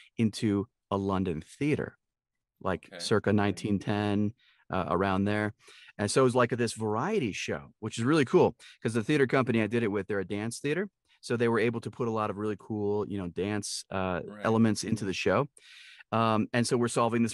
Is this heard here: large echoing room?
no